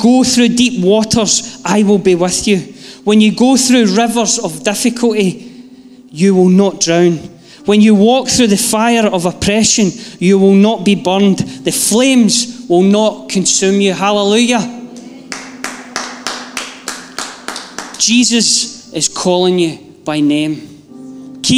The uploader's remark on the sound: Live from our Sunday gathering on 31/07/22